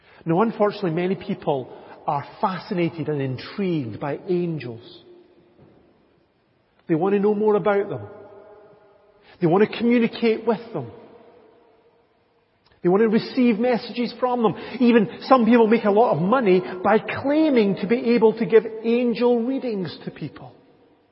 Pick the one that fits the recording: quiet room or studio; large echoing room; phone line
large echoing room